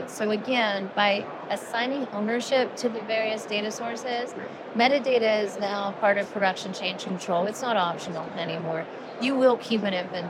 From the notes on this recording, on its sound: Live from the HIMSS Conference